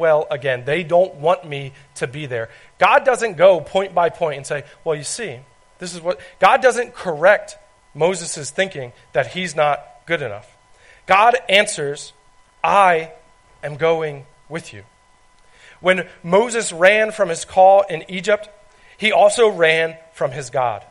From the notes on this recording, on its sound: This is recording of a message I gave at Hope Christian Fellowship.